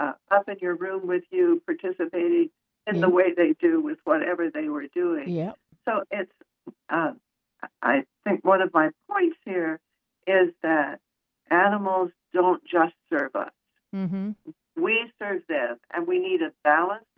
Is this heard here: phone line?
yes